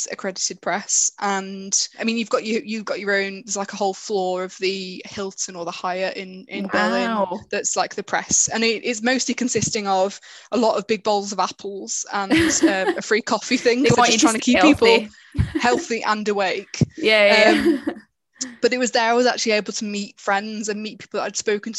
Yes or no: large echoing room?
no